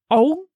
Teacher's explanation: Takie o wpadające w u. · Term: o pochylone